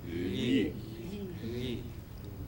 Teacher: It's like you had to do an L, but the tip got stapled down to your jaw, and you can't use the tip, so you're forced to do an L, but you can't do that.